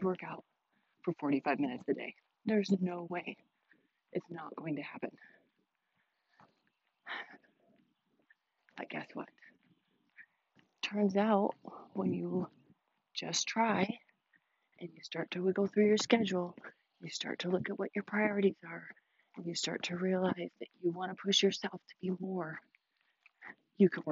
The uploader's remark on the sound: I took you guys on my evening walk with me, so forgive the audio